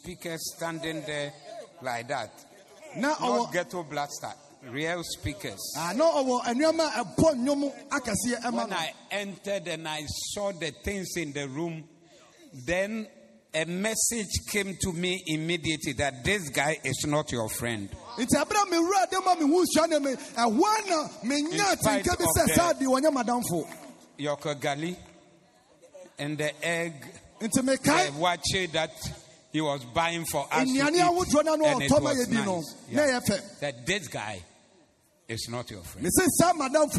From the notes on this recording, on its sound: Preached at the Zeloo Service